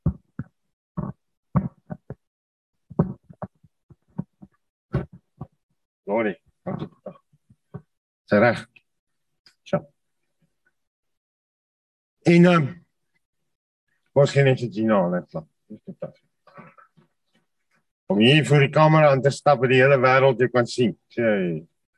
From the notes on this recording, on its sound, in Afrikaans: Zoom Byeenkoms 28 Junie 2022. Manne van die Woord Zoom Byeenkoms.